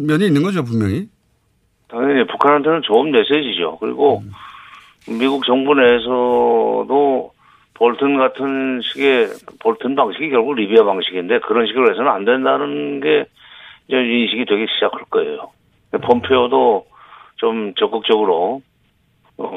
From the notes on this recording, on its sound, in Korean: 전화연결